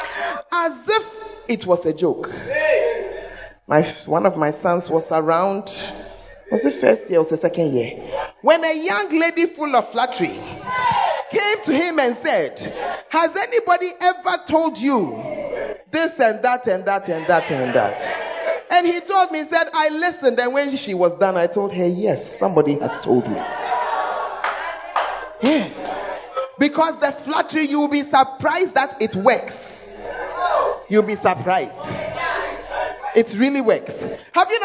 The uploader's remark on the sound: Preached at the First Love Center, Ayeduase (Gathering Service)